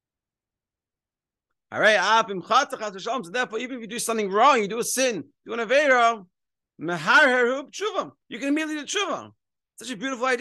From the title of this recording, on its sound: Daily Zoom Shiur